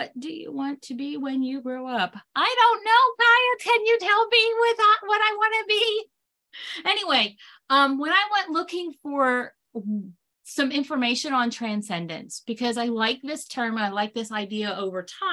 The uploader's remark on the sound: This Pocket Cast is the audio version of a webinar called An Introduction to Dysgraphia. It is uncut.